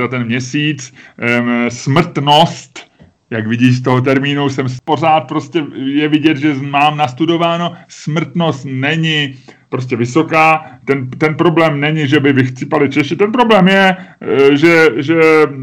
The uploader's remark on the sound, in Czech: Pozor, tento díl podcastu jsme natočili přes Skype.